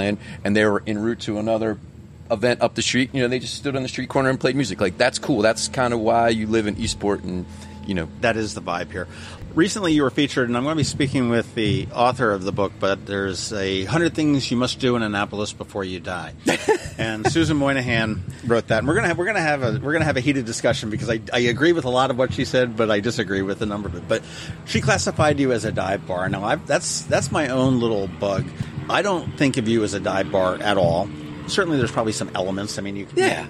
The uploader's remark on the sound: Today, we sit down outside of Davis' Pub